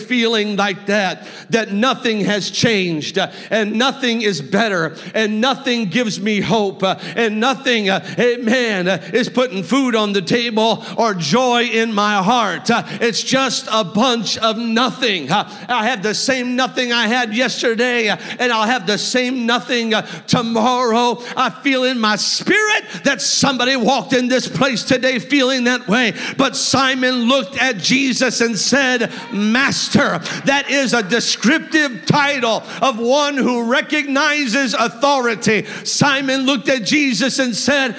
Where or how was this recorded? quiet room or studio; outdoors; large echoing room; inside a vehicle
large echoing room